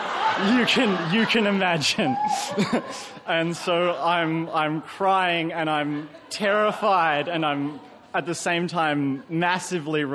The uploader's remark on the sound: Recorded live at the Arthouse Hotel, Sydney.